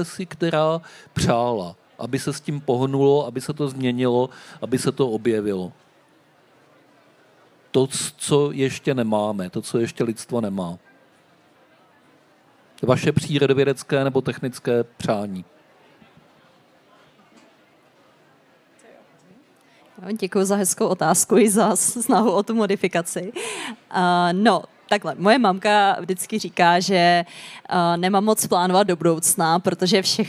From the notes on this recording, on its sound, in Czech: v rámci festivalu Den Evropy na Střeleckém ostrově